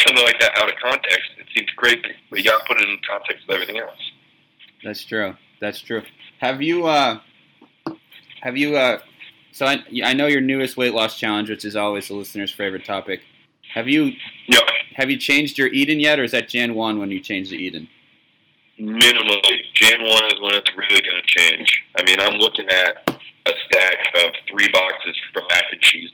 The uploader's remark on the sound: WARNING: EVEN POORER AUDIO QUALITY THAN NORMAL. Episode 26 should probably be lost to the sands of time due to its terrible audio quality.